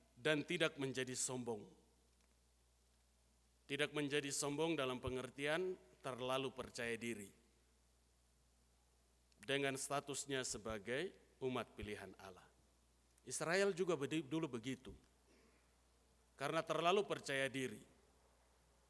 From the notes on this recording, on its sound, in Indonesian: Rekaman Khotbah pada Ibadah Minggu pagi tgl 2 Juli 2023 dari GKI Kalvari Tembagapura, Papua.